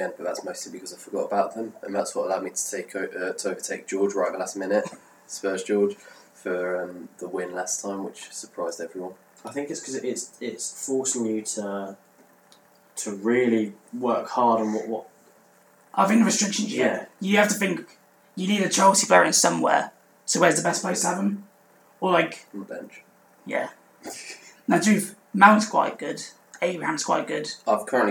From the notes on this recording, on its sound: Apologies for the audio quality in this episode!